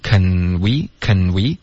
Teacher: can we 的这个 N 的音要稍微注意一下，舌尖要顶着上颚